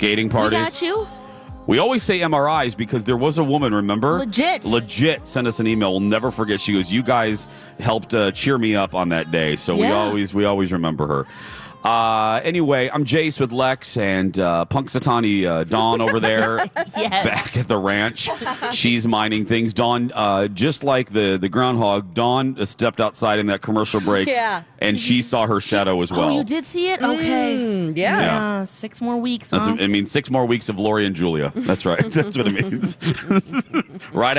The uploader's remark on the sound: broadcast live from the AC Hotel for the Superbowl